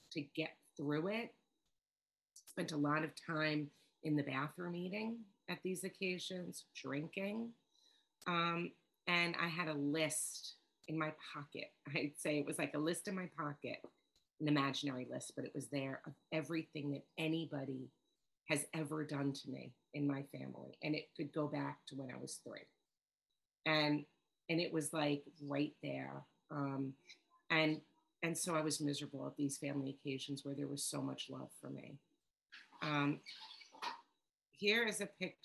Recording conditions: video call